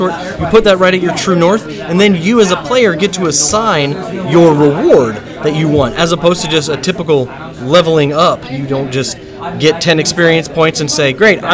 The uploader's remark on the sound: comes to you live from Imaginarium 2017